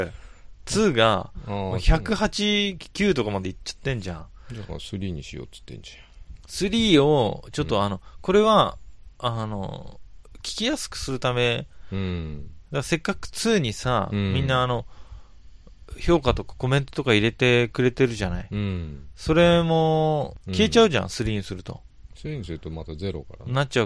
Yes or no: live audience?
no